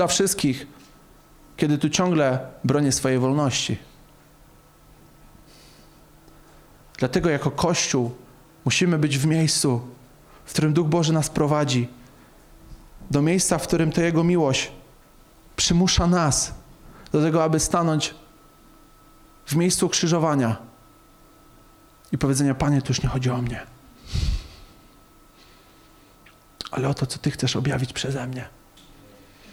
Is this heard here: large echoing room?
yes